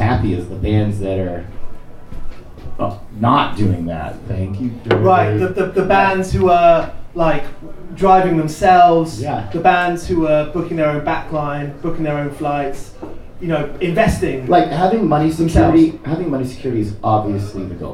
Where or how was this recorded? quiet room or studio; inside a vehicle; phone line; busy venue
busy venue